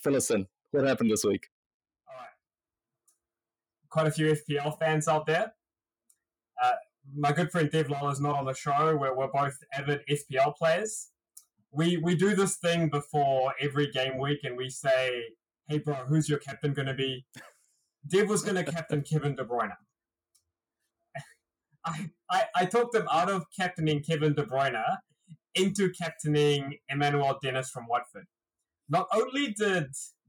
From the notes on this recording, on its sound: Our audio was caught offside this week. We do this in our bedrooms!